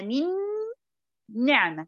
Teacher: طب لما عاوز أرتب الكلمتين مع بعض، من آخرها نون ونعمة أولها نون، طيب يعني نون ساكنة بعدها نون، النون الأولى تضغم في النون الثانية، يعني النون الأولى تدخل في النون الثانية ويصيران حرفا واحدا نونا واحدة، ها، يرتفع اللسان عنه ارتفاع واحدة.